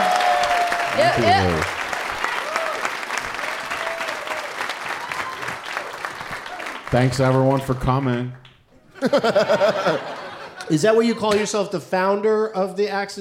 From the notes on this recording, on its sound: Live from Hilarities in Cleveland